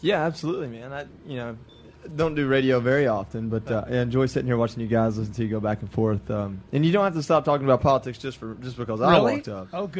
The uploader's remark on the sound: LIVE from the Pushups For Charity event at WCC Loans